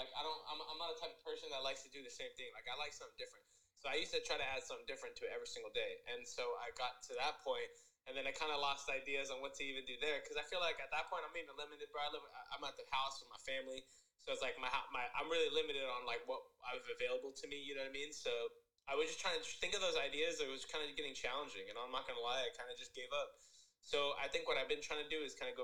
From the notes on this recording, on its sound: we do our first ever over the phone podcast